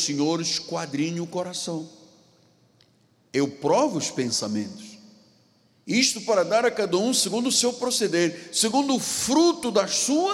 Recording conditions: large echoing room